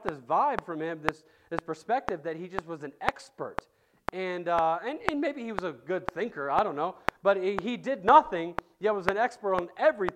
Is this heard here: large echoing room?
yes